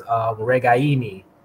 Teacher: So apologize to him and his family, but it is Regaini. Emphasis on the I in the third syllable.